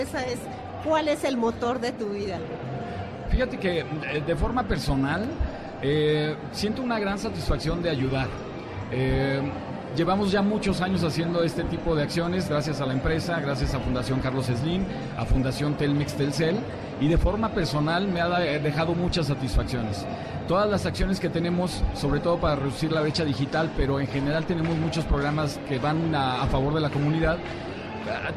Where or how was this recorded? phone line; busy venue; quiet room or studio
busy venue